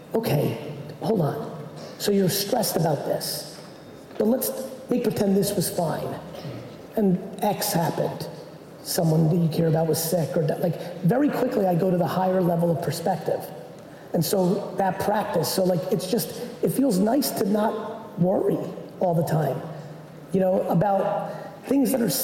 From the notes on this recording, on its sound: The Q&A portion of a talk I gave in Sydney, Australia for the Mindset Matters conference earlier this year. I answered questions from the audience.